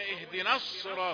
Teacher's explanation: تفخم هذه النون عند مقابلة الصاد في لفظ الصراط